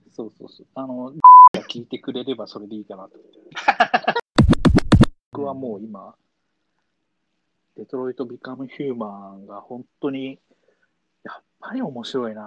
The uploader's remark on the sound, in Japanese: 2020年6月6日リモート録音